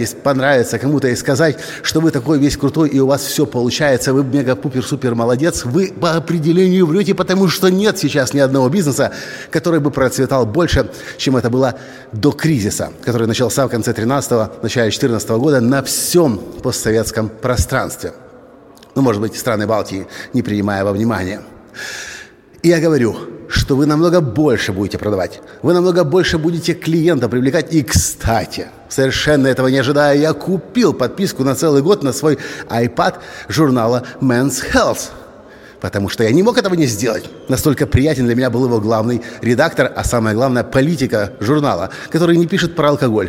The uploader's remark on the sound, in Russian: Своим выступлением на сцене Свободной Школы Журналистики